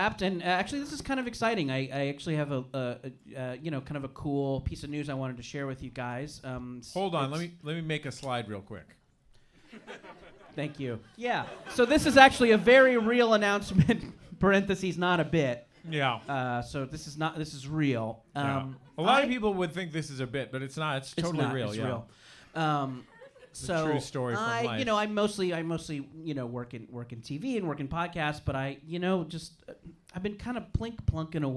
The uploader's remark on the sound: Live from SF Sketchfest 2020 at the Punch Line comedy club in San Francisco